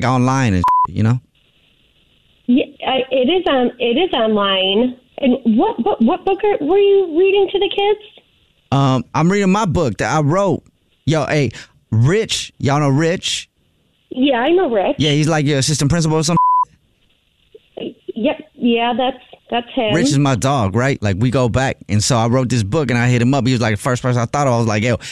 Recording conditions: phone line